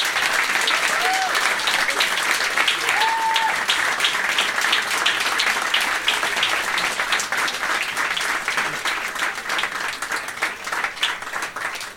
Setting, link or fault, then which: setting, live audience